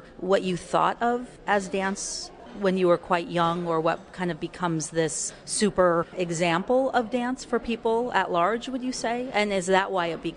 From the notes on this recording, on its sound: Trailer Talk is combination live performance, community event and radio broadcast based in the New York's Catskills region.